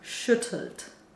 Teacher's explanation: So we have an I with the U lips · Term: open U-umlaut sound